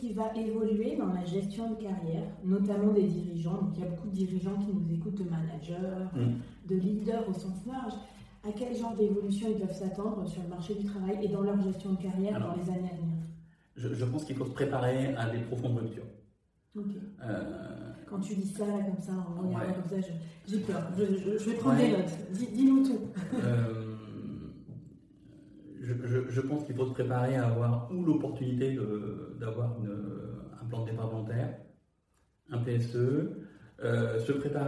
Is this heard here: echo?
yes